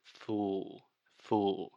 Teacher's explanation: she is creating too much of a circle with her mouth at the end of the word, which is creating that ooh, ooh sound · Term: lip roundedness